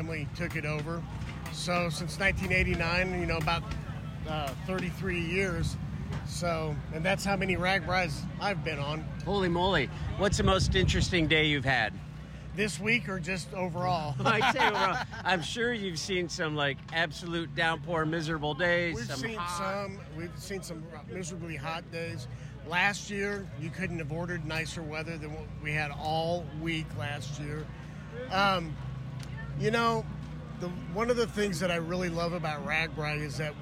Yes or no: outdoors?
yes